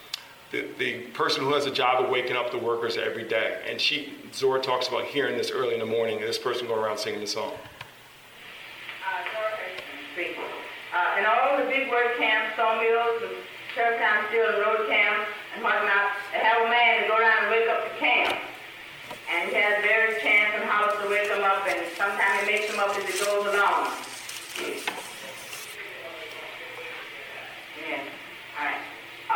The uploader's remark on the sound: Recording of a lecture. Did at Harvard University.